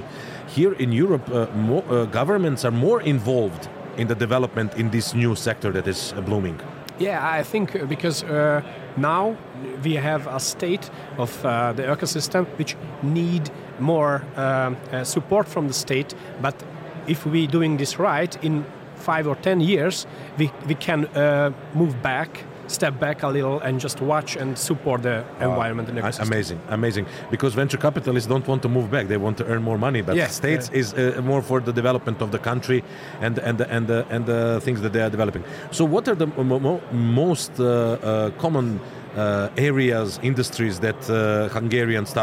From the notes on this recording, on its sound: At the Web Summit conference in Lisbon